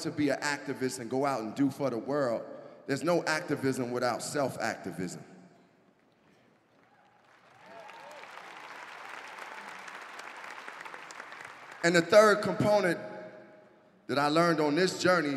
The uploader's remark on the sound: Talks in front of a live audience in Denver.